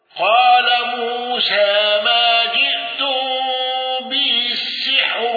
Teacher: الأزرق بالإشباع وترقيق الراء المضمومة